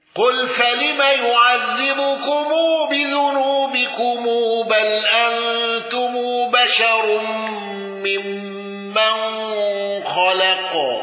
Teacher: قالون بصلة ميم الجمع واندرج معه ابن كثير